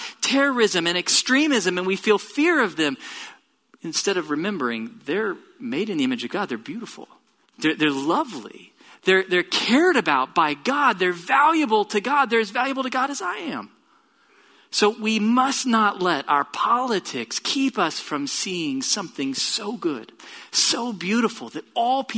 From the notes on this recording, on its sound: Location: Grace Bible Church Southwood